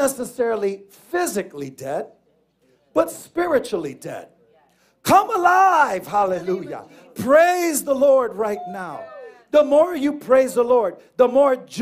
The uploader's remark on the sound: Here is our Final Message delivered at our church located at 11 Certified Dr., Middletown, NY 10940.